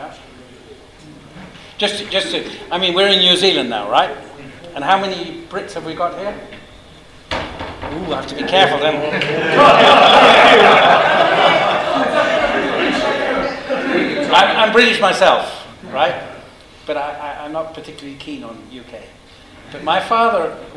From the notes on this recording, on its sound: Live at the Wings Over New Zealand Forum Meet. Recordings from the Wings Over New Zealand Forum Meet 2014 held at Karapiro, Cambridge, New Zealand.